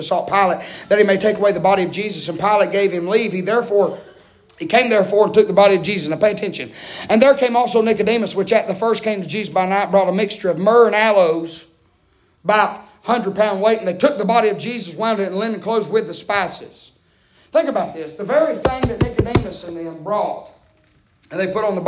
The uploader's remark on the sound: Preaching Live from Still Water Baptist Church.